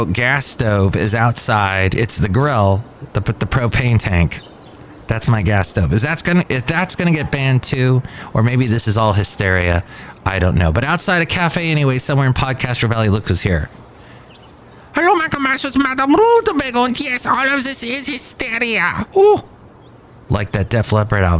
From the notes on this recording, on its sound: Podcasts live from Cafe Anyway.